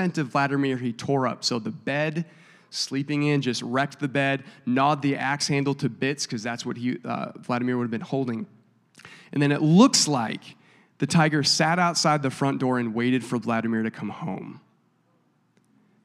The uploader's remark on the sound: a service recording from Connect Point UPC